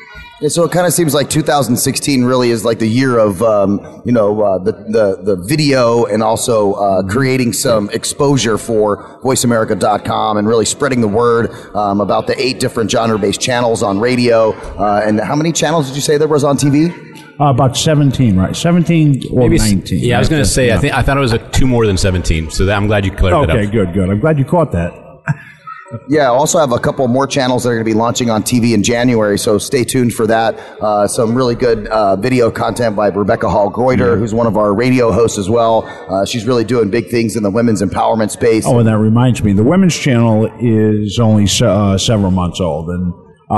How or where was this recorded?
busy venue